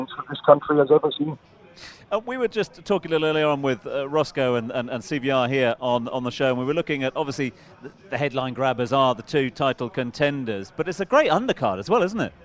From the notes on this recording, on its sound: From our original home, Barasti. Live in Abu Dhabi.